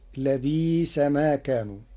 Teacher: قرأ ورش كلمة لبئس في الآيتين بالإبدال تخفيفا، فتصير لبيس ما كانوا.